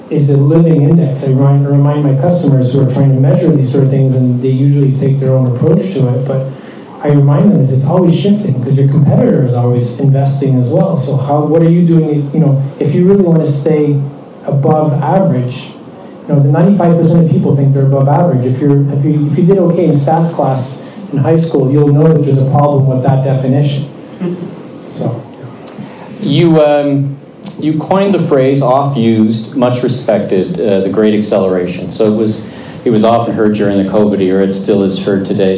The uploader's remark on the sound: conducted live on stage during the RSPA Canadian Community Networking Event April 11 at the Hockey Hall of Fame in Toronto.